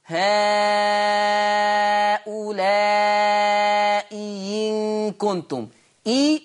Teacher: أبدل الهمزة الثانية ياء خالصة مكسورة